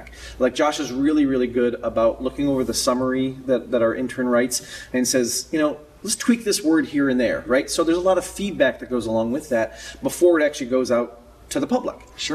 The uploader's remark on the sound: Flew to Orlando and recorded this special episode in the lobby of IAAPA’s World Headquarters.